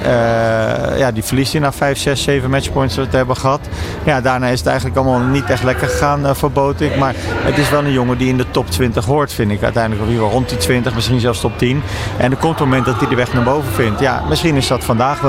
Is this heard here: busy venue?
yes